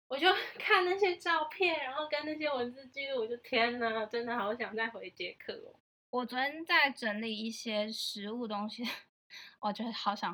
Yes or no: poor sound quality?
yes